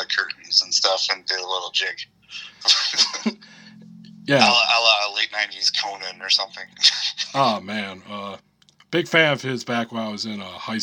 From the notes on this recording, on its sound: Record via phone between Grand Rapids, Michigan and Chicago.